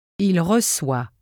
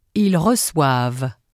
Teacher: In the case of recevoir, however, you can distinguish between the singular il-elle form and the plural il-elle form by listening for the final sound in the verb. The singular form ends with a vowel sound, wa. The plural has a final consonant sound, v.